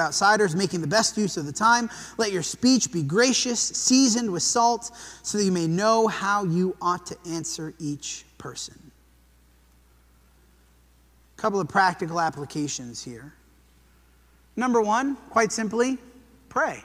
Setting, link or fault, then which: setting, large echoing room